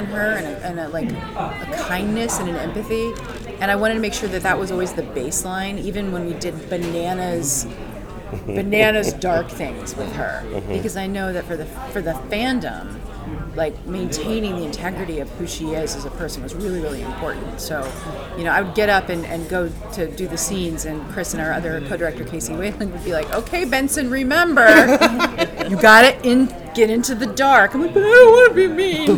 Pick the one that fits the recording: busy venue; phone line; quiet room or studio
busy venue